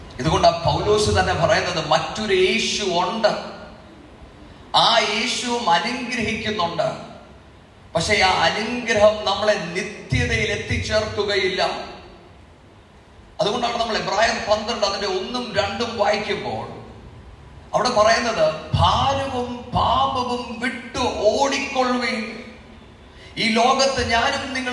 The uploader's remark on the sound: Sermon preached at IPC Tabor church